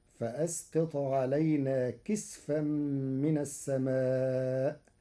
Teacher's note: قرأ ورش كلمة كسفا بإسكان السين فتصير فأسقط علينا كسفا من السماء.